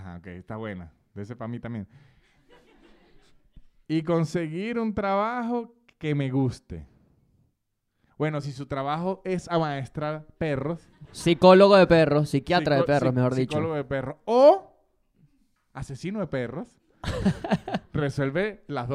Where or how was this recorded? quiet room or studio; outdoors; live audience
live audience